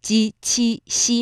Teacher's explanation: 大家会留意到这些声母呢在舌面上会格外的用劲儿